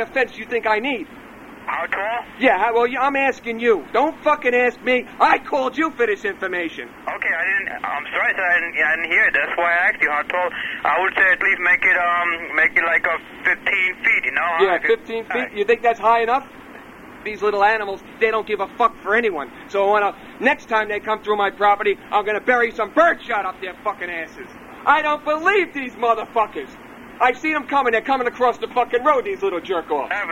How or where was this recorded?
phone line